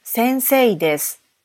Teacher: наш глагол «связка» «десу» в японском языке читается как «дес». Записывается же произношение латиницей как «десу».